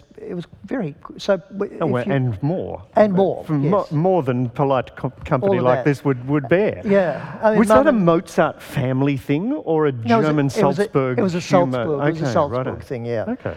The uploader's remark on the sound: This session was recorded at the 2018 Newcastle Writers Festival and supported by the Newcastle Music Festival.